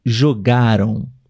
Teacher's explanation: No passado, a sílaba tônica está no meio da palavra.